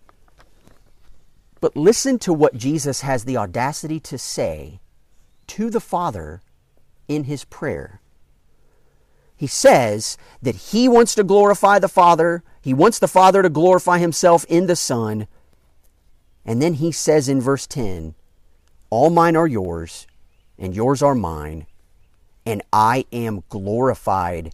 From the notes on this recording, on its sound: during an outdoor worship gathering